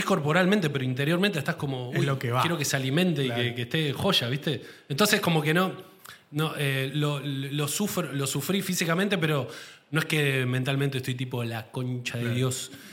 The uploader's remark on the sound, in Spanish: Estamos EN VIVO en el TEATRO CHACAREREAN